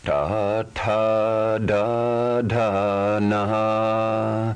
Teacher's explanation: Third position, cerebral, the front roof of the mouth. Hard unaspirated, ta.